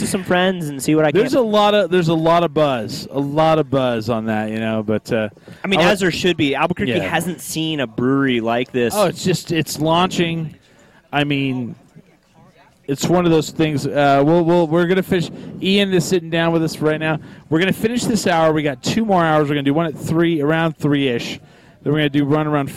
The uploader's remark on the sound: Coming at you live from Hempfest.